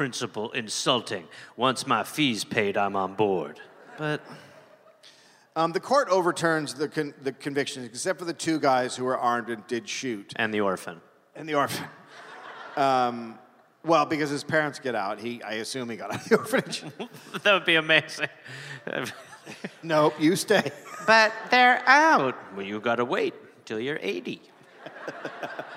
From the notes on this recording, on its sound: Recorded live in Milwaukee.